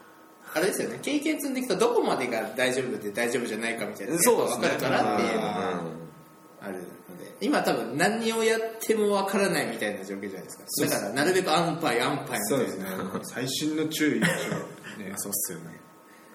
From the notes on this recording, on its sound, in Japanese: 今回は初のランチ収録。